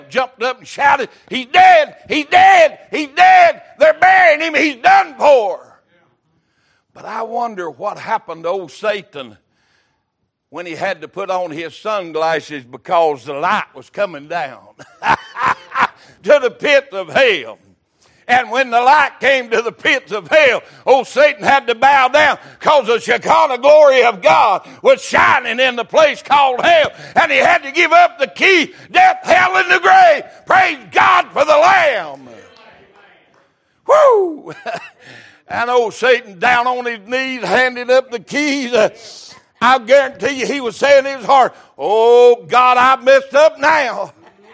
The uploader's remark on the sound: Sunday Morning Service